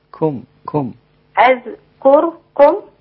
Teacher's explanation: الكافات المضمومة، لابد أن تكون رقيقة جدا